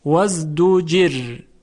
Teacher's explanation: هم کسره اصلی است قابل تغییر نیست و هم اینکه کسره و را ساکن در یک کلمه هستند، پس حرف را ساکن در وقف ترقیق می شود وازدجر. اما اگر گفتن وصلش کنید با آیه بعدی تفخیم میشه چون فتحه داره.